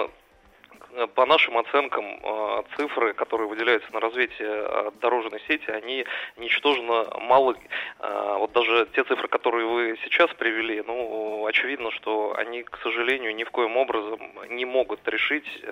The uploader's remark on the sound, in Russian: И говорили мы об этом по телефону